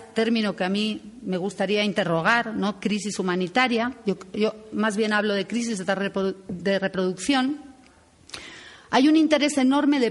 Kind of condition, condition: setting, live audience